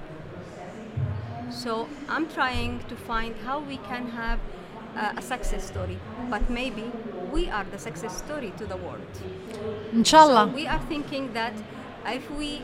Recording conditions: busy venue